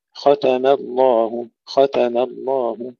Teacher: ختم الله، أيضا هنا ننتبه إلى تفخيم الخاء ترقيق التاء والميم، ختم الله، ختم الله، لا نقول ختم أو ختم الله، بعض الإخوة يفخمون التاء، بعضهم يفخمون الميم، وكلاهما خطأ، ننتبه إلى ترقيق الميم، ثم الانتقال مباشرة إلى تفخيم اللام في لفظ الجلالة